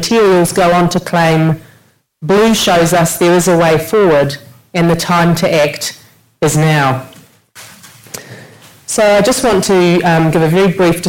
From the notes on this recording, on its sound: In this special Sydney Ideas public lecture. The panel and audience had a unique opportunity to hear about the state of Barrier Reef corals from one of its most internationally distinguished analysts.